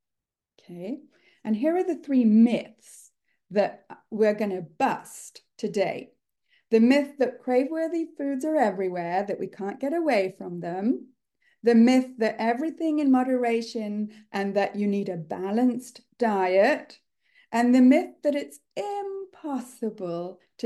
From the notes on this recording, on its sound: This episode is a recording of a live online workshop that I gave in January 2024